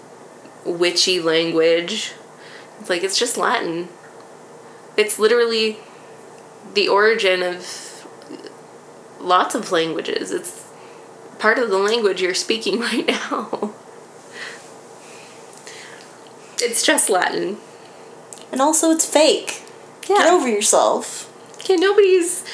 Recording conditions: sounds in the background